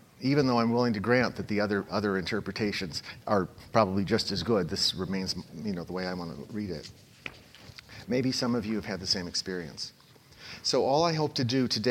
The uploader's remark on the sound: At Purdue University. The lecture was given at a conference.